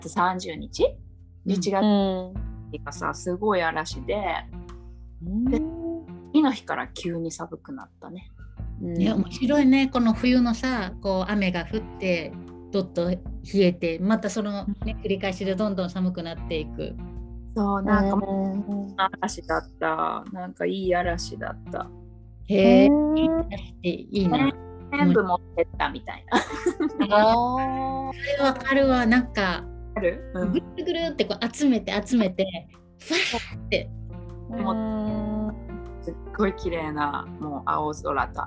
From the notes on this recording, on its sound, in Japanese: 3人でリモート収録でお届けします。